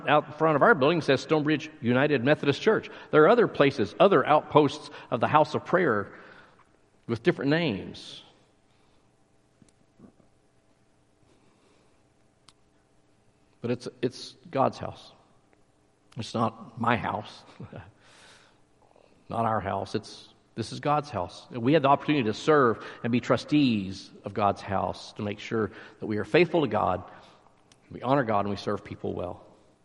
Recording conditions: large echoing room